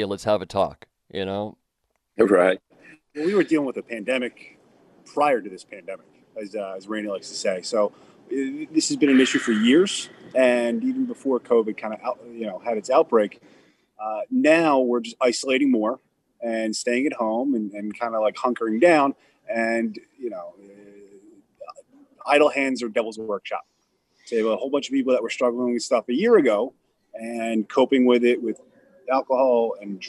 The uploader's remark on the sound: Radio Row in Tampa Bay. Live from Radio Row.